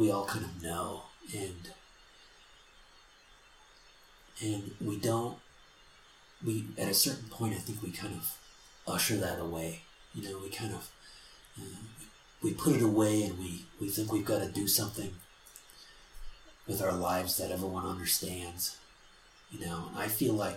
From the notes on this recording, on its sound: forgive the background noise that is heard throughout this.